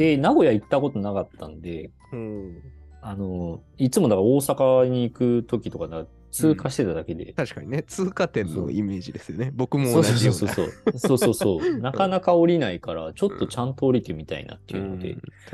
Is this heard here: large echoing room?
no